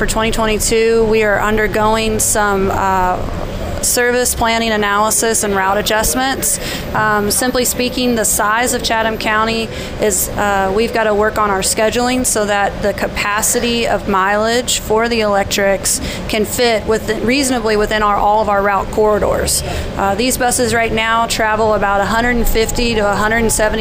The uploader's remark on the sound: on the EV bus in Savannah